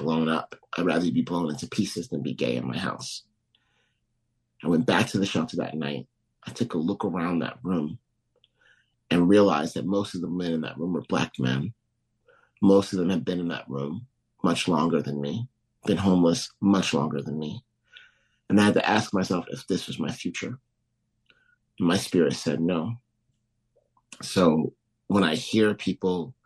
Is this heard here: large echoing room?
no